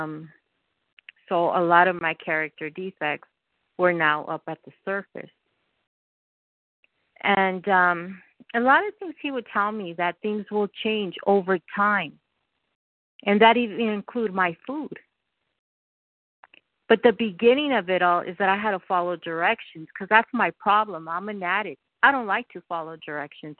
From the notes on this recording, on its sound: From the 100 Pounders Phone Meeting.